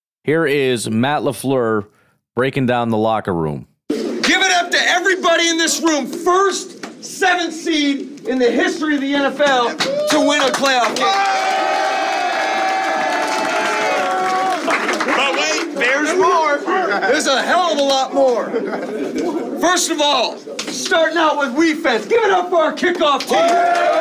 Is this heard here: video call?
no